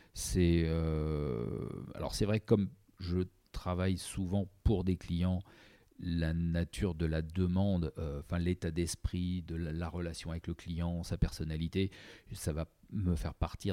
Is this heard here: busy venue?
no